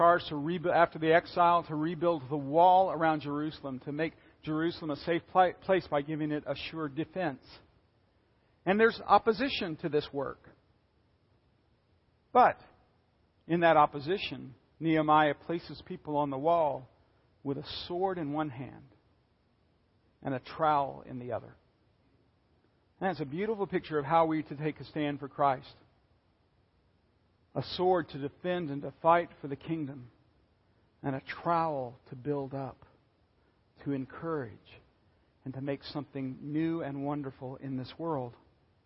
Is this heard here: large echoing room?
yes